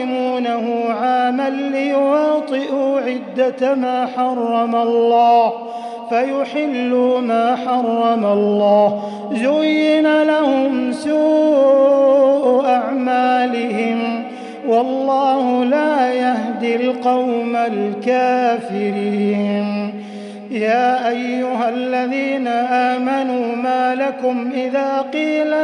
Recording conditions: large echoing room